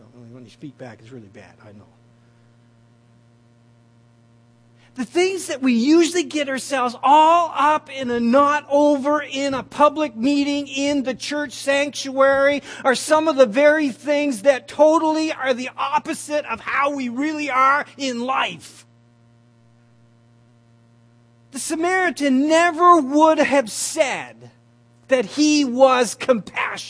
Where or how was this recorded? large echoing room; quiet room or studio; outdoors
large echoing room